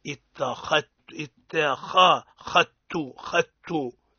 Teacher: البعض يخلي فيه رائحة الذال، خطأ، هو مدغم